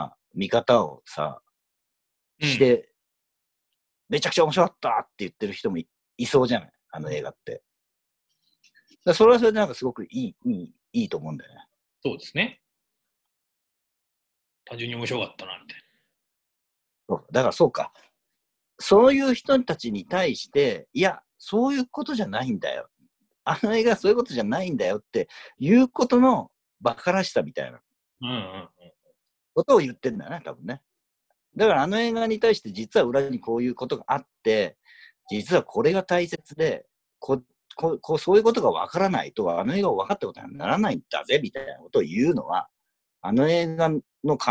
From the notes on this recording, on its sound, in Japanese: 今回もリモートで収録しております。